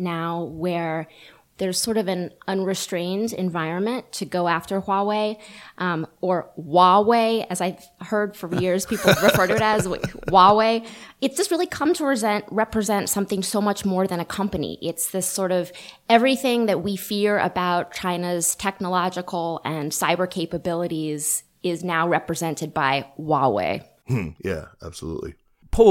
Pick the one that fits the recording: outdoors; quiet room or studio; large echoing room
quiet room or studio